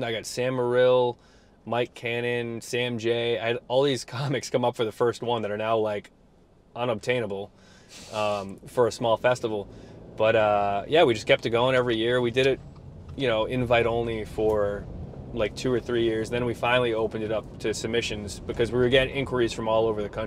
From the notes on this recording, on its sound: Recorded driving around Rhode Island